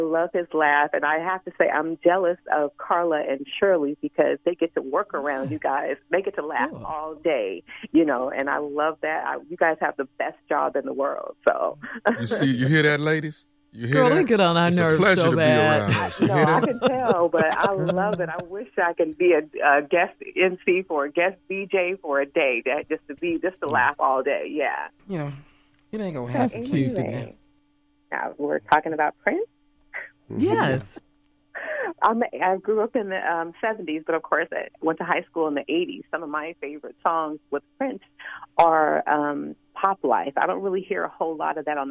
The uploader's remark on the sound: Phone Call. Oakland CA.